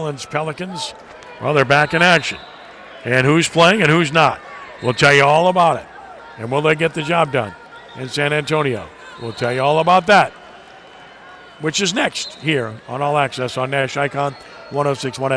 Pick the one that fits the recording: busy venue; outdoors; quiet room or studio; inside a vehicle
busy venue